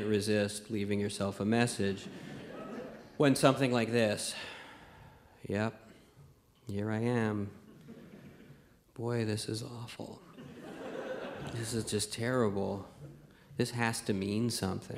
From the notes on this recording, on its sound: Live from the Winnipeg Comedy Festival